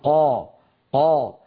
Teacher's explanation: الأمر الثاني بأن الصوت يصعد عند نطق الحرف المستعلي كالقاف مثلا إلى قبة، لما نقول قا قا نجد بأن الصوت يتصعد إلى قبة الحنك إلى سقف الحلق فيصطدم به ويعود وله رنين يملأ الفم · Term: التفخيم